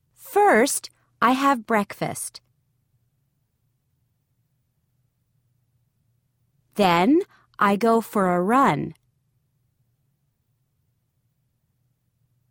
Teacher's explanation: Notice how we stress the sequence markers in these sentences.